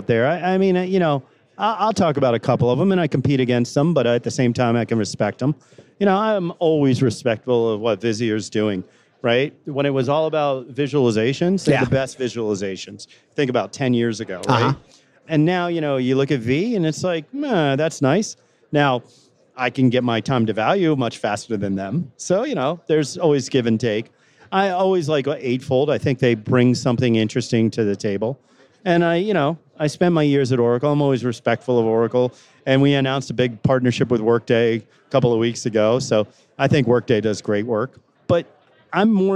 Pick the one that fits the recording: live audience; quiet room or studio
live audience